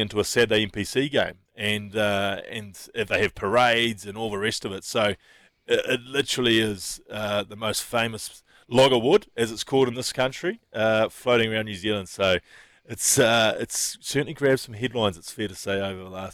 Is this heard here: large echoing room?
no